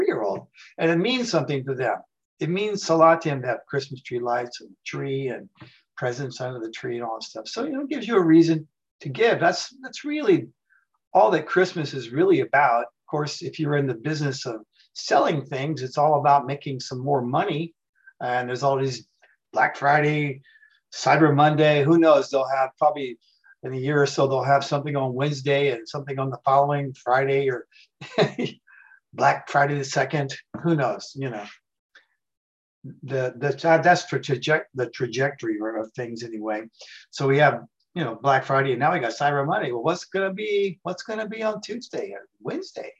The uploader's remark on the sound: The shows are now all hosted on Zoom.